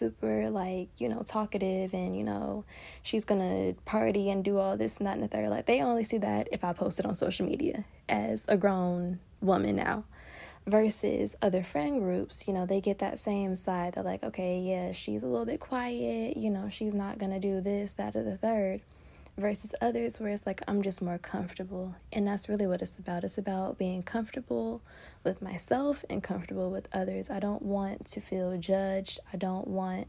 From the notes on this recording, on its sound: unscripted, no notes, just a girl, the voice memo app